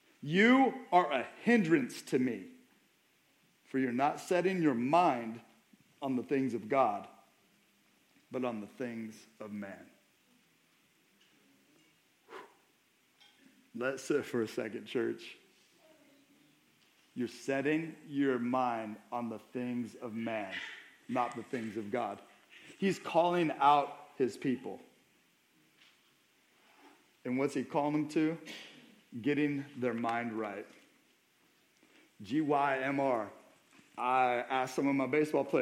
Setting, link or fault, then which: setting, large echoing room